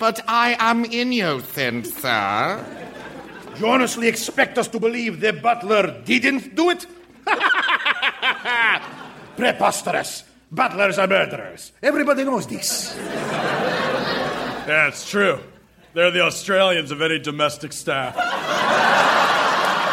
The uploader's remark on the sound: Recorded Live 1/10/2014 at Largo, Los Angeles.